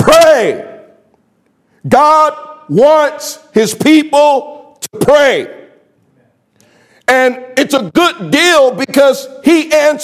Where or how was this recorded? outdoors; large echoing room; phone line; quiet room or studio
large echoing room